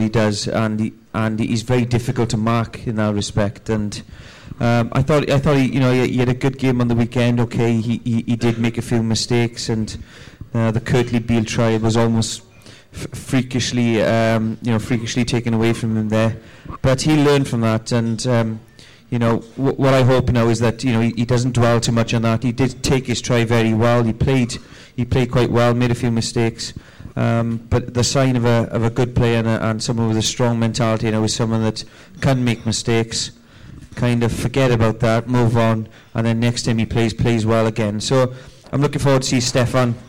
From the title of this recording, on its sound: a live audience